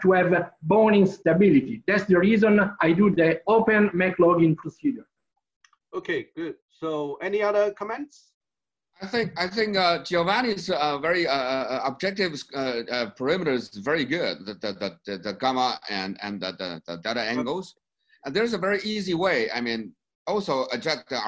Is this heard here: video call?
yes